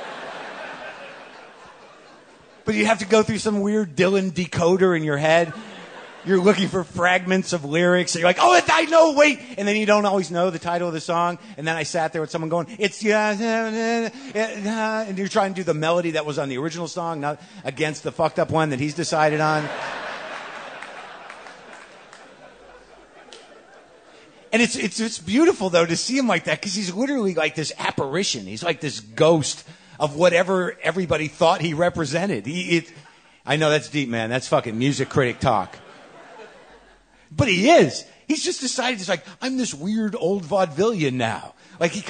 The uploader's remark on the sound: WTF hits the Pacific Northwest with a live show at Bumbershoot, the annual music and arts festival in Seattle.